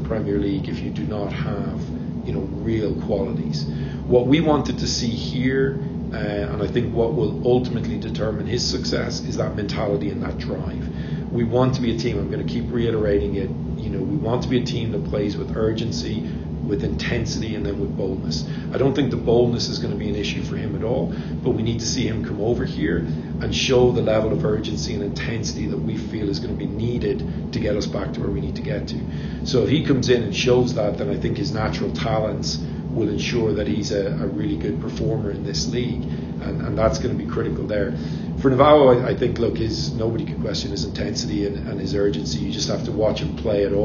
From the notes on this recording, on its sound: Here's the entire audio from that press conference, unedited.